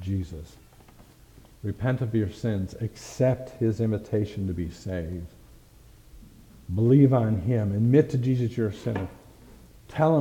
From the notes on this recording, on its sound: Thank you for listening to this message preached at Lighthouse Baptist Church in Schenectady, New York.